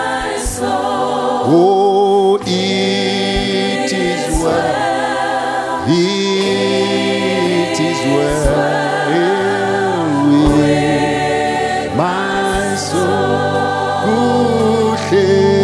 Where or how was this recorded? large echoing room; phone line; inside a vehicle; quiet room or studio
large echoing room